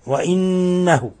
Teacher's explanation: وإنه حرف غن مشدد يغن مقدار حركتين. وإنه يعني أشبعنا الضمة فانقلبت واوا، وهذه اسمها صلة صغرى.